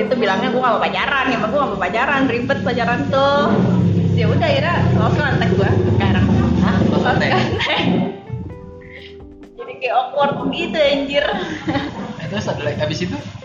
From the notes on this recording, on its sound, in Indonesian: mohon maaf kalo banyak suara motor yaa